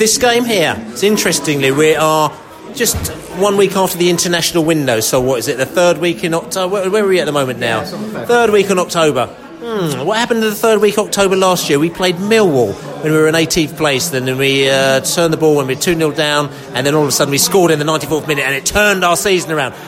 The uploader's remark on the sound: post-match podcast from the pub